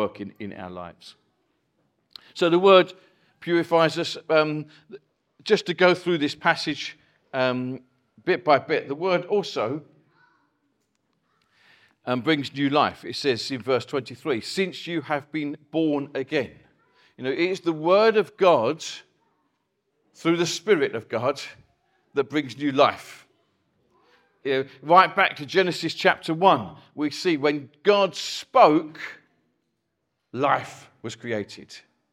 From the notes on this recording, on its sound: Recorded from our Chafford Hundred site